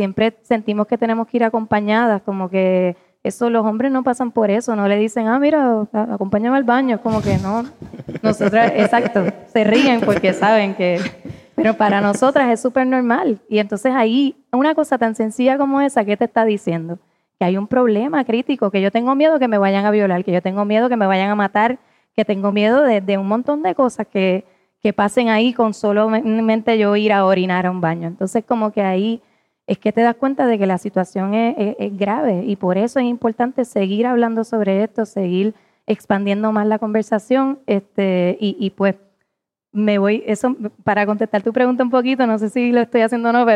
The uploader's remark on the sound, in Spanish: En el Hay Festival de Cartagena. En este episodio grabado en vivo.